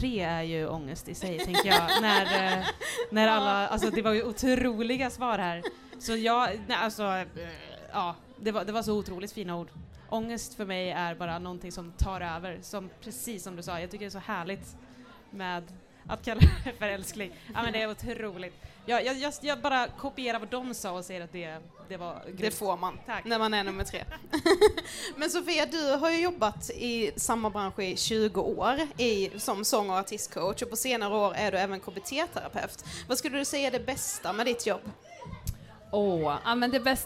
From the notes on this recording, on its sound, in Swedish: Livepodd från den 1/6 under Järvaveckan, hos Make Music Matter.